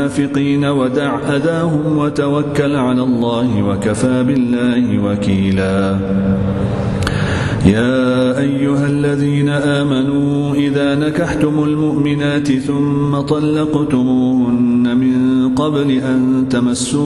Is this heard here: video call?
no